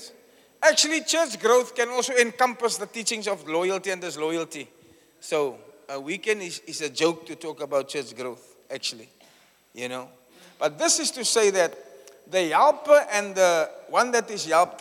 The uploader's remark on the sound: Preached at the Church Growth Conference in Cape Town, South Africa on the 7th July 2023 (Session 2).